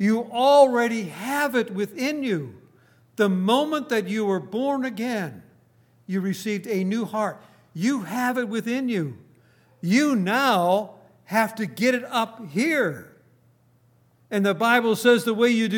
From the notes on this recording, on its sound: Recorded on July 29, 2018, at Grace Bible Fellowship in Front Royal, VA.